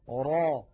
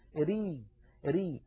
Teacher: أيضا أريد أن أنبهكم على شيء يا إخوة، الراء كما نعلم وكما سيأتي معنا في صفات الحروف لها حالتان. الراء العربية إما أن تكون مفخمة را، وإما أن تكون مرققة ري ري